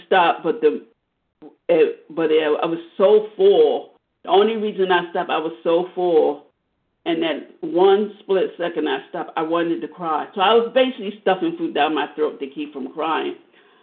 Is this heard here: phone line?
yes